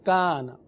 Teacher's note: الف سے پہلے باریک حرف ہے کاف، لہذا الف کو بھی باریک پڑھیں گے